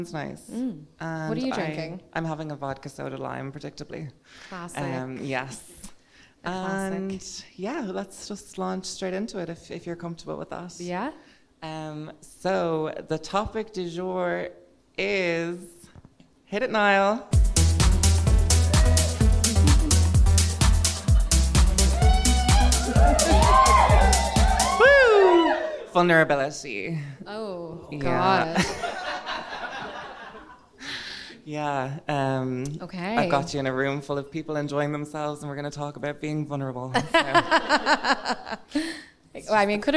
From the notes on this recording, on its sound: this episode was live at the Bernard Shaw